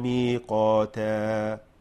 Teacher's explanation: مبالغة في تفخيم ثم مبالغة في الترقيق، كن معتدلا